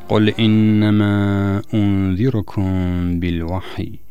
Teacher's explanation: النون المشددة أعطيناها زمنا بمقدار حركتين هي والميم المشددة